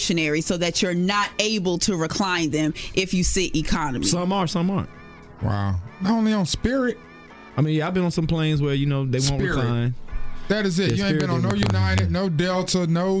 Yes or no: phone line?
yes